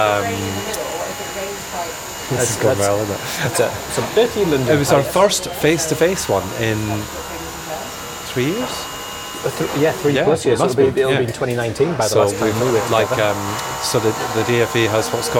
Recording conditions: outdoors